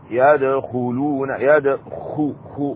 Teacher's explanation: ورأيت الناس، هكذا، ورأيت الناس يدخلون، هنا الدال مقلقل، الدال حروف القلقلة مجموعة في قولك وطب جد، الدال هنا ساكن إذا يقلقل